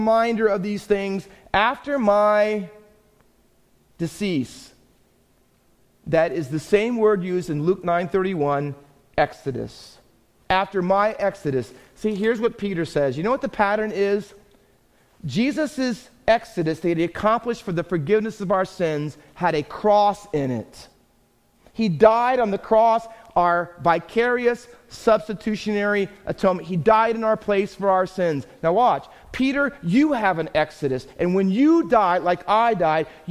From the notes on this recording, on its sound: Faith Baptist Church in Hamilton, NJ.